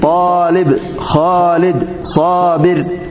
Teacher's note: وهذه الحروف تمنع الإمالة بشروط: الأول أن تكون متقدمة على الألف متصلة بها، مثل طالب، خالد، صابر، فهذه الألف تجوز إمالتها لأن بعدها كسرة، غير أن قبلها حرفا من حروف الاستعلاء متصلا بها، ومن ثم تمتنع الإمالة · Term: موانع الإمالة